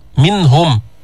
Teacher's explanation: إظهار النون عند الهاء منهم ما في غنة زائدة